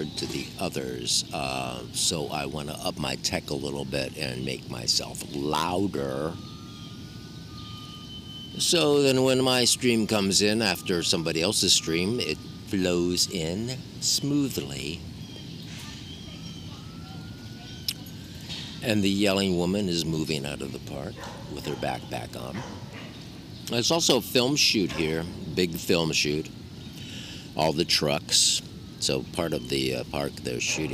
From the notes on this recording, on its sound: All recorded on the sidewalks and parks of exterior NYC. He has tried to make the podcast louder technically.